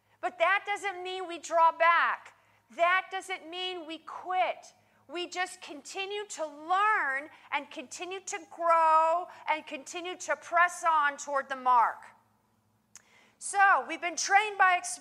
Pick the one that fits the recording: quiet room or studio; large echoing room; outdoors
large echoing room